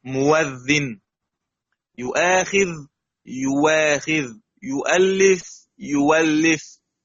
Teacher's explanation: المفتوحة وقبلها مضموم تتحول واوا